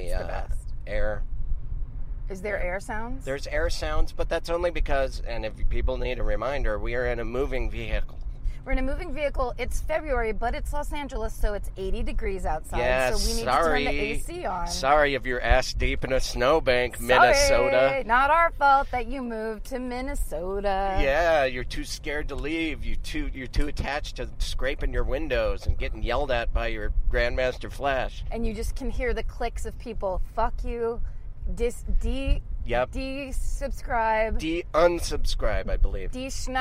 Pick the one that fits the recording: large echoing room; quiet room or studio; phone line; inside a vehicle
inside a vehicle